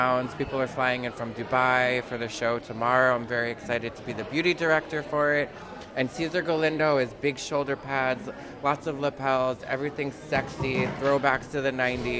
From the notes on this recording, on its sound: Live From The Hotel Edison Times Square Chronicles Presents.